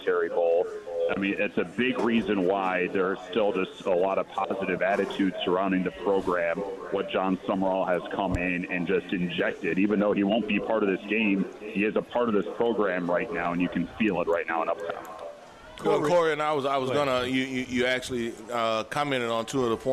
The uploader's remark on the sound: broadcasting LIVE at Rouses in Covington